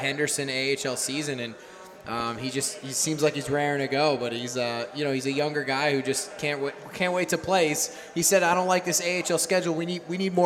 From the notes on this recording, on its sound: Live at Frothy Beard Brewing. Recording of the first live edition of the podcast. At Frothy Beard Brewing in Charleston.